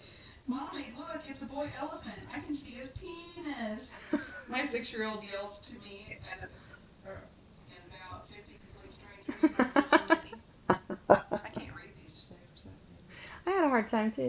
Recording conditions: poor sound quality